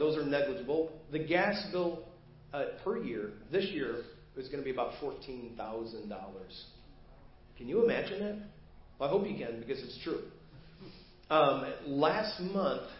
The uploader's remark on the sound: Preached at First Baptist Church of Hazel Park